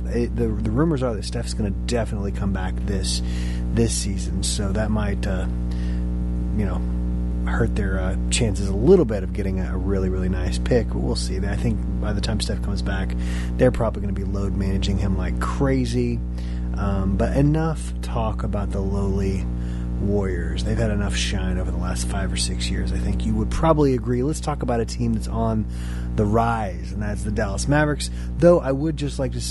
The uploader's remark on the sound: Apologies for the background "hum".